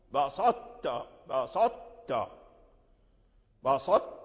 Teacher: وأن الطاء تدغم في التاء ولكن يبقى صوتها، صوت الطاء، صوت الطاء، بسطت بسطت بسط، يعني الطاء يبقى، صفة الطاء تبقى، ويدغم وتدغم ذات الحرف في الحرف، يعني ذات الحرف أي ذات الطاء تدخل في التاء وتبقى صفته القوية، فيكون هذا الإدغام ماله ناقصا ناقصا. · Term: الإدغام الناقص